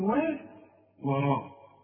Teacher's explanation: واحد بيقول لي طب انا قلت ليه واه وما خدتش بالي، اقول له علشان الراء، الراء دي مفخمه وانت خدت برضه الراء. الراء ما دام مفتوحه مفخمه، لكن الواو مرققه